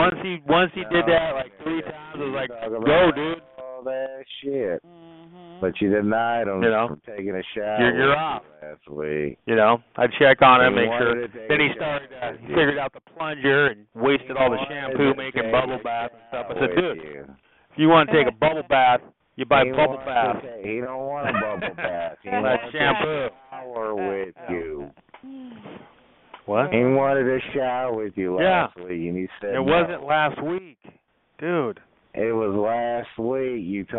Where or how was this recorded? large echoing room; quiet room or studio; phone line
phone line